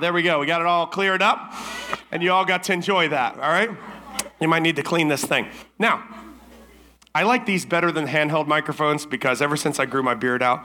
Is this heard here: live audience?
yes